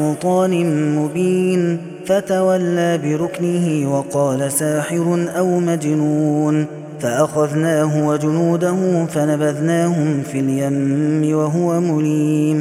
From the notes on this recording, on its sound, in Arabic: هذا التسجيل من صلاة التراويح